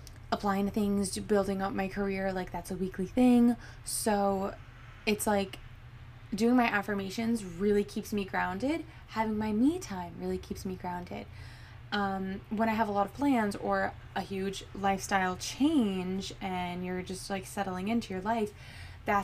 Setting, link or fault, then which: fault, background noise